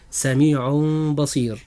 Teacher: أما بالنسبة للتنوين، والتنوين لا يأتي إلا من كلمتين، فنقول سميع بصير ولا نقول سميع بصير، إنما الصحيح هو سميع بصير، حيث جاء التنوين في آخر كلمة سميع، وجاء حرف الباء بعد التنوين، فهنا يجب الإقلاب، فتنطق هكذا سميع بصير.